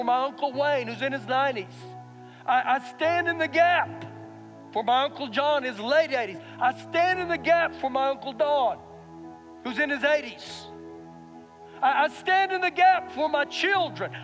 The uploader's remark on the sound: Recorded live during our Sunday morning service.